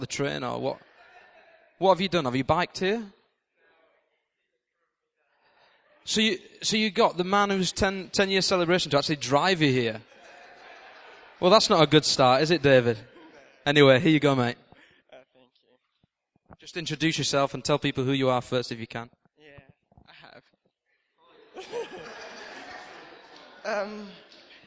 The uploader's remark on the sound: This recording comes from King's Church and was taken at the end of September 2010.